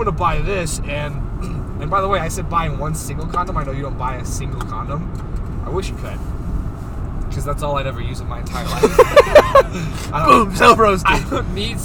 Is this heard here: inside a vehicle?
yes